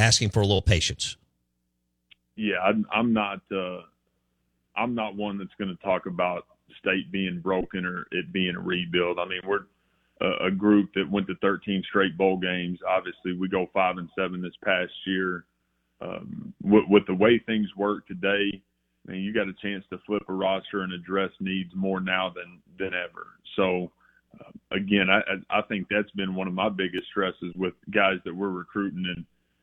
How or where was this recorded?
phone line